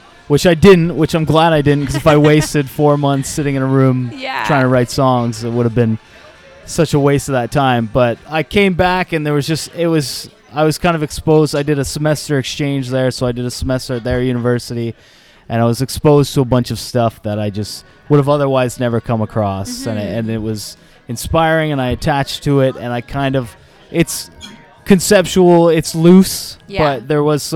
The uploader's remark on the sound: Broadcast live from Grand Trunk Saloon in Downtown Kitchener.